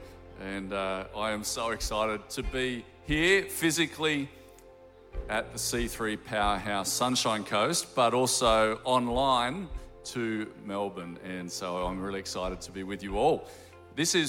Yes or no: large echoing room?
yes